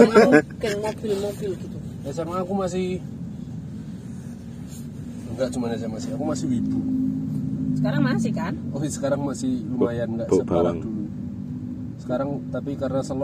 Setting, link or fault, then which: setting, inside a vehicle